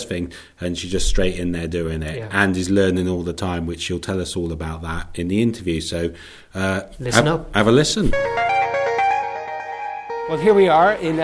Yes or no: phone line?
no